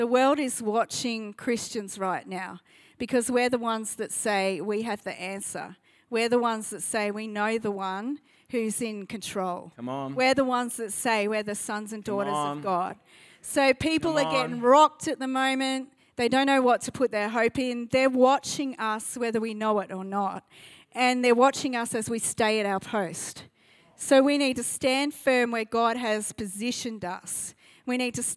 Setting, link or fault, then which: setting, large echoing room